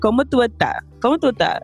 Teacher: when you combine the D disappearing, the S disappearing, kind of speaking loudly, it all comes together to sound super fast if you're not familiar with these sort of aspects of Dominican Spanish.